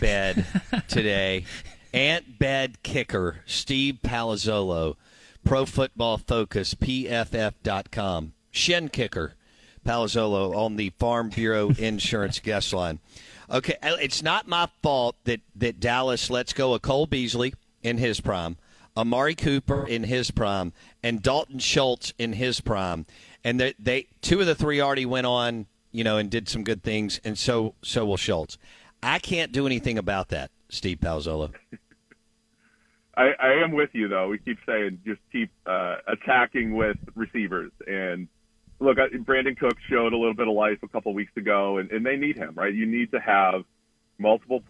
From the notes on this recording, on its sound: Joins the show on the Farm Bureau guest line talking about the biggest stories in the NFL live in the BankPlus Studio.